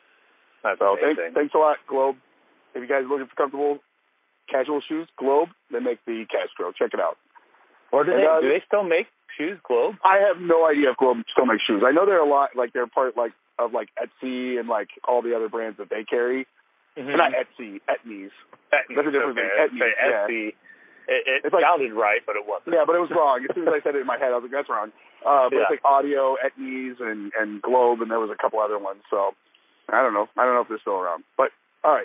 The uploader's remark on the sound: On The Road-A-Sode. Trying a call recording type of thing.